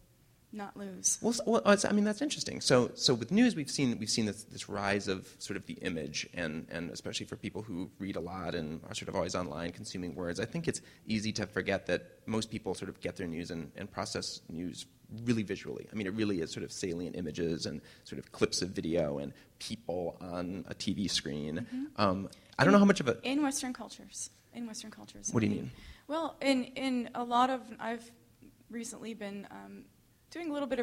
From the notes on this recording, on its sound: Long Conversation was presented with a live performance